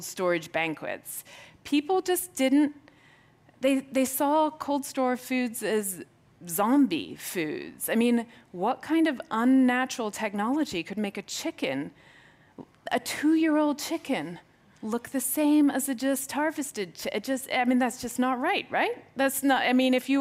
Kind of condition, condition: setting, busy venue